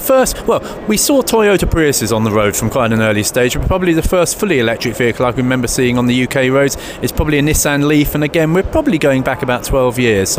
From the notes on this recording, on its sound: on the road at the World Nuclear Exhibition